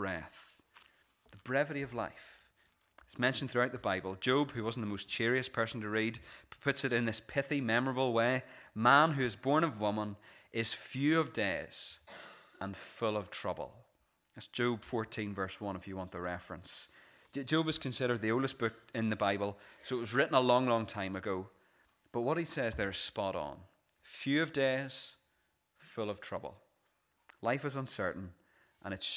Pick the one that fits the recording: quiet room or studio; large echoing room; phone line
large echoing room